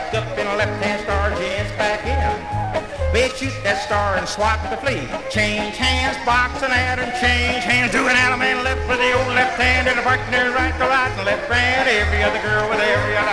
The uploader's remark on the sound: 1964 Blue Star Jubiliee in Houston, Texas. From the 1964 Blue Star Jubilee Square Dance held in the Sam Houston Auditorium.